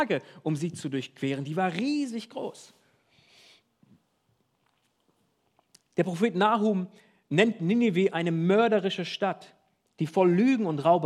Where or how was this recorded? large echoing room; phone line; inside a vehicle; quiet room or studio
large echoing room